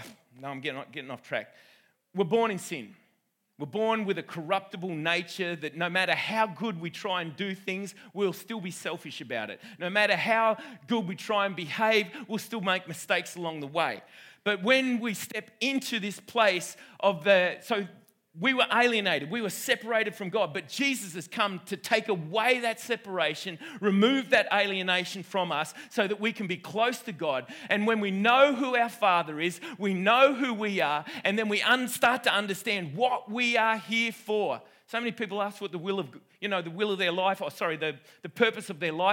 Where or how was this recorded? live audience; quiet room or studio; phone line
live audience